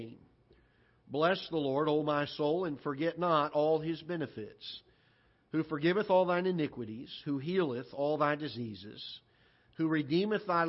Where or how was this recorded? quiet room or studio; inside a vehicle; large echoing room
large echoing room